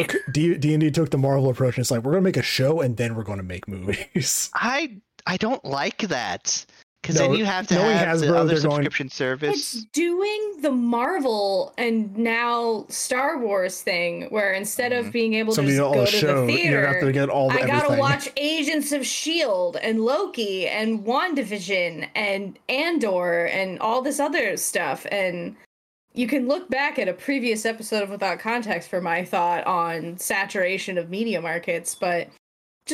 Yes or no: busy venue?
no